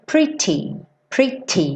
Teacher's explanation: você deixa esse T, T, T, T, com aquele arzinho, né? Que explode junto. · Term: pronúncia mais britânica